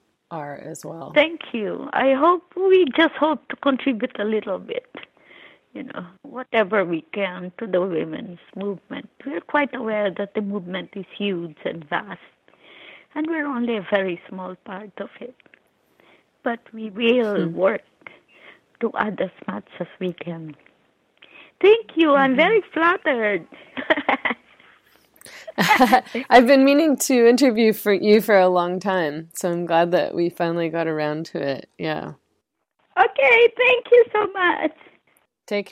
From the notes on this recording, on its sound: over the phone from her home in New York.